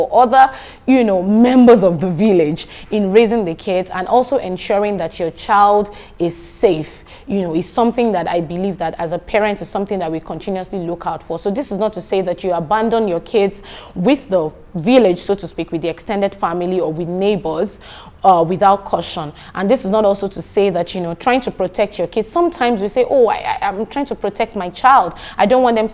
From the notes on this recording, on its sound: This is a workshop for parents and teachers at the 3rd Akada Children's Book Festival.